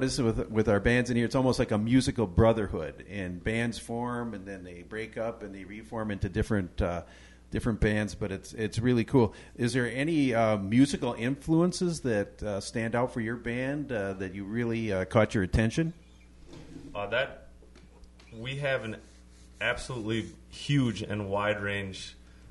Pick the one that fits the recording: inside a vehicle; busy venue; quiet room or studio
busy venue